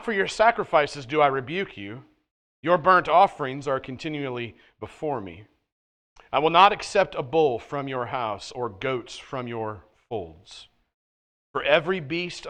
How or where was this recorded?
large echoing room